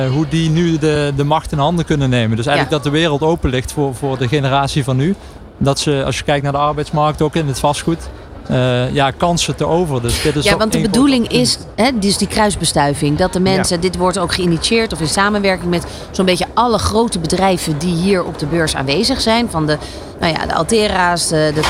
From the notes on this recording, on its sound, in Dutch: New Business Radio op de PROVADA dag 3 uur 1. Verder deden de presentatoren ook live verslag van de Inspiratie Awards uitreiking en spraken ze met de winnaars.